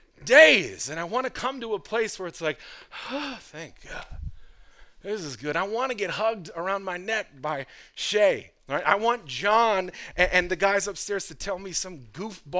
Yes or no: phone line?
no